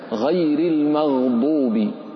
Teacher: فواو وياء سكنا وانفتح ما قبلهما صفة اللين، كما في سورة الفاتحة غير المغضوب، غير هنا ياء ساكنة وقبلها حرف مفتوح، ففيه صفة اللين تحافظ على اللينية فيه.